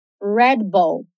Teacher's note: dois L's juntos criam um som bem comprido, com a língua lá no céu da boca